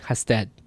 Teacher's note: So hasten, instead of hasted, hasten. This could just be an unreleased D, hasted, and it sounds like a n to people.